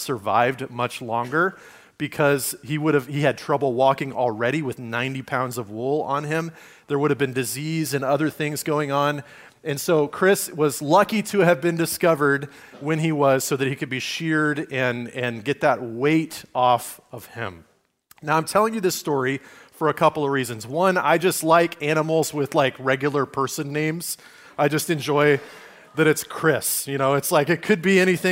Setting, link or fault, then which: setting, large echoing room